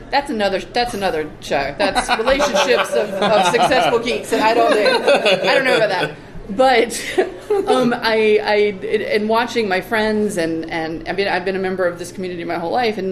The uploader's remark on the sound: live from PSCC!